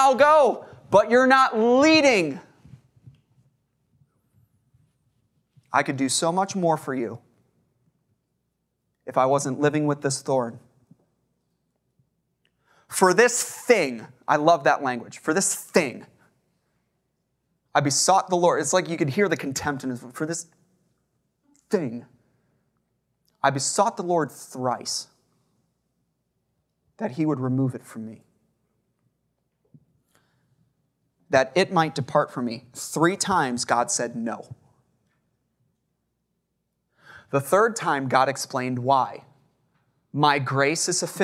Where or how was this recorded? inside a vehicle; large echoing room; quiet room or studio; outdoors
large echoing room